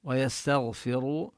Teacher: نظهر السين هي من حروف الهمس كما بينا والصفير، والغين نفخمها، ويستغفر التاء مرققة والغين مفخمة، والراب يستغفر مفخمة عند حفص لأنها مضمومة، ونمد الواو مدا طبيعيا.